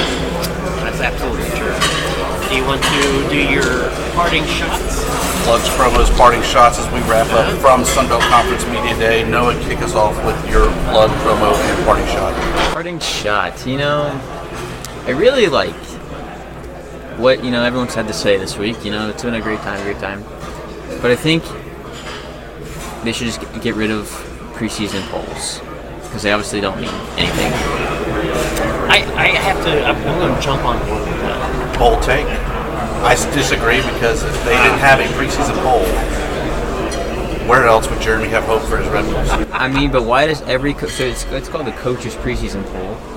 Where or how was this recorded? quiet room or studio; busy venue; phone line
busy venue